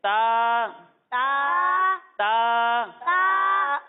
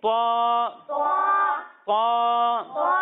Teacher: جب ہم تا کی ادائیگی کریں گے تو اسے باریک پڑھیں گے، اور جب ہم تو کی ادائیگی کریں گے تو یہ حروف مستعلیہ میں سے ہے اس لیے اسے موٹا کر کر پڑھیں گے